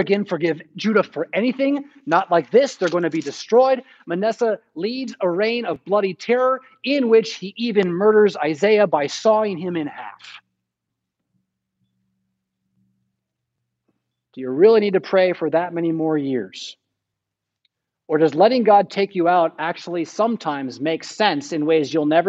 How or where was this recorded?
large echoing room